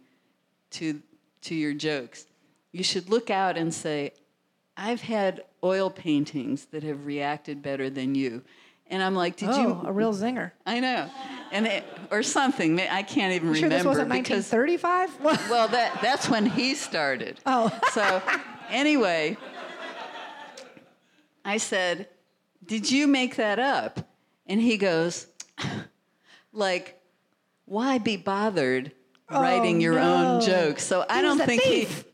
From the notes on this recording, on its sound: Live Show. Including questions from the audience.